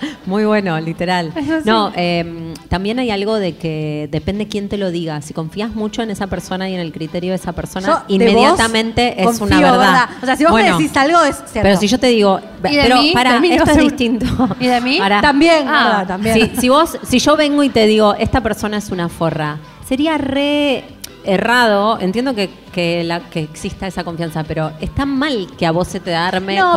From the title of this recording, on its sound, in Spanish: en vivo en Mar del Plata